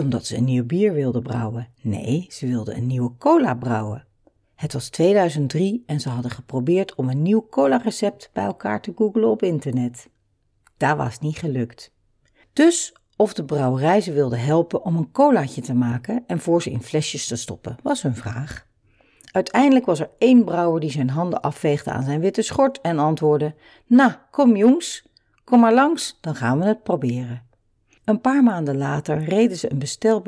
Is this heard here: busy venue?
no